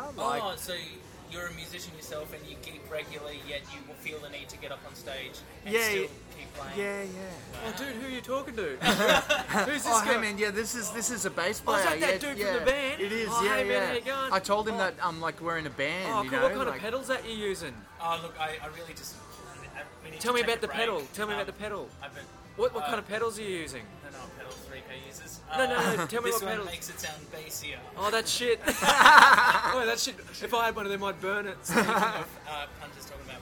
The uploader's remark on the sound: Recorded live on Australia Day 2020 at the Beerwah Hotel, QLD.